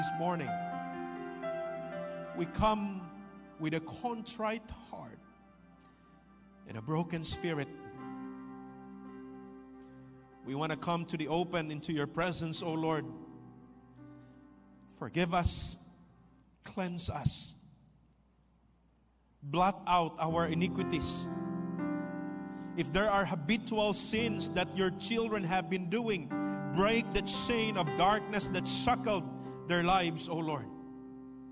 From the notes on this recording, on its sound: This podcast was recorded live last August 13, 2023 at Zamboanga City Alliance Evangelical Church.